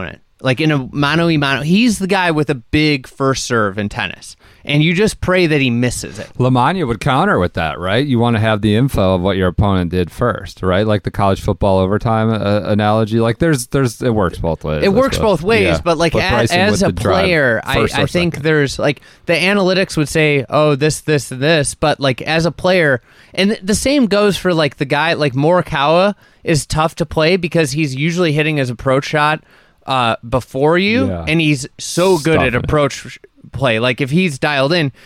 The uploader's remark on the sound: This Wednesday episode comes to you live from the Bixby Bus in Sheboygan, Wisconsin.